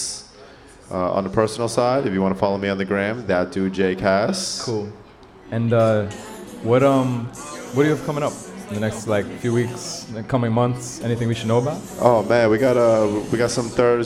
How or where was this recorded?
busy venue